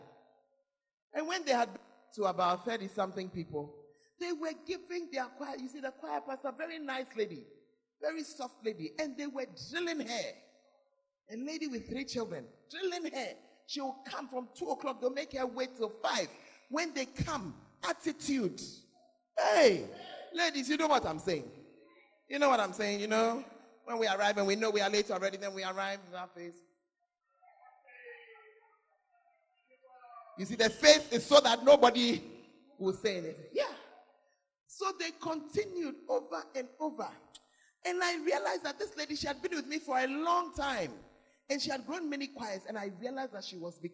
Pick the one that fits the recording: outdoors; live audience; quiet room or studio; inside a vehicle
live audience